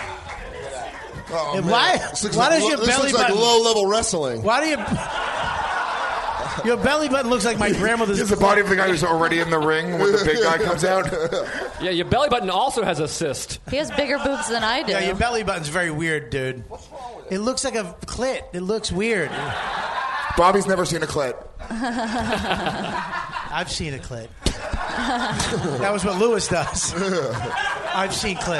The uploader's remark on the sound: Live from Skankfest. We get right into it in front of a LIVE audience at The Creek and The Cave with Skanks everywhere!